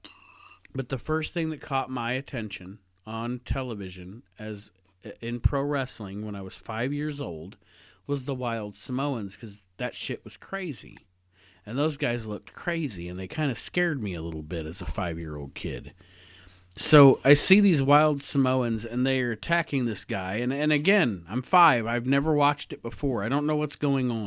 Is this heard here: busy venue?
no